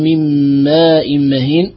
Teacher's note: وتدغم النون فيه لفظا لا خطا